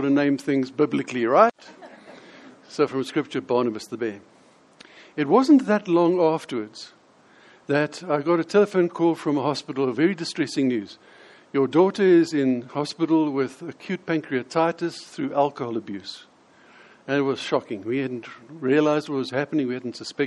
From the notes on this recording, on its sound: In this sermon, delivered at the Lonehill Village Church